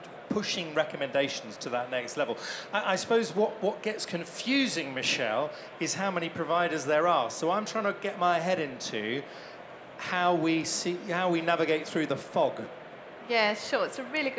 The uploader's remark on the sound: Elite Business Live has gone on tour to some of the best events and expos across the country, with our last and final stop at the Technology For Marketing expo at London Excel.